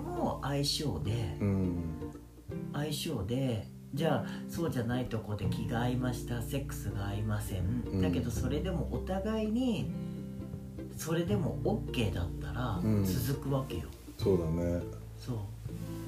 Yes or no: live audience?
no